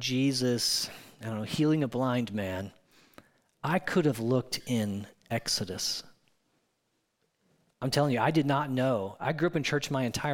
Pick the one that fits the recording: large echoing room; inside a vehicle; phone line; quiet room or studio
large echoing room